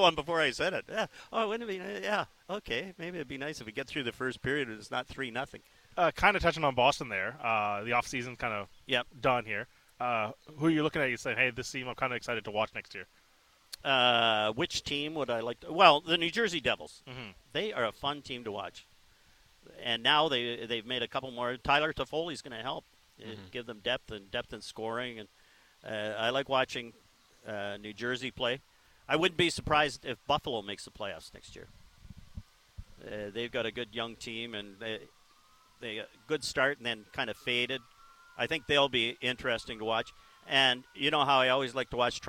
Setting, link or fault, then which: setting, busy venue